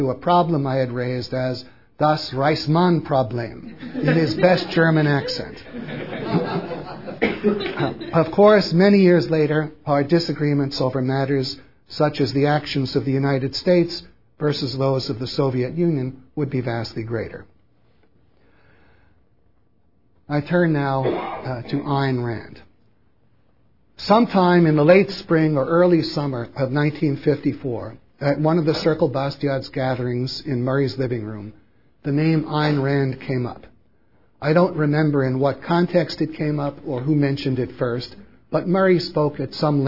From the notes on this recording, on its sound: Recorded at Mises University 2005 at the Mises Institute in Auburn, Alabama.